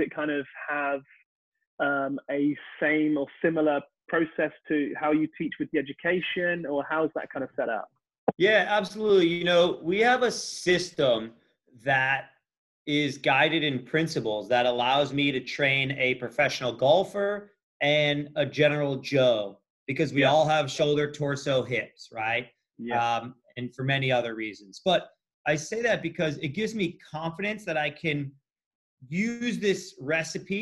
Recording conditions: video call